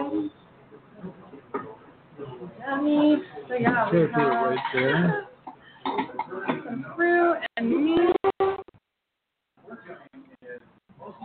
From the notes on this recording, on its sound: Live in the resturant. As we are live from the restruant.